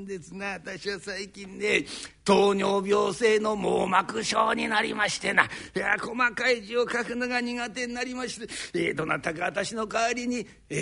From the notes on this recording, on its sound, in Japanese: ２０１５年１月１６日に築地本願寺・ブディストホールにて収録した。築地本願寺・ブディストホールにて収録した創作落語。